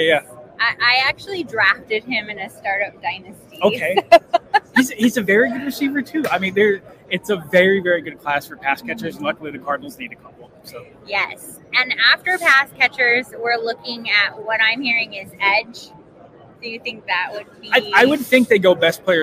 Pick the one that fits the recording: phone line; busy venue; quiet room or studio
busy venue